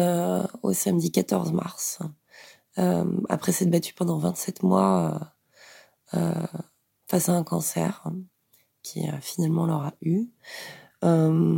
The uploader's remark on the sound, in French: Note vocale.